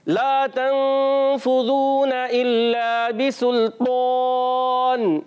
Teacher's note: वाज़े करेंगे लाम अलिफ जबर ला इल्ला एक अलिफ खींचेंगे और बिसुल्तान में तौ को रखना है मोटा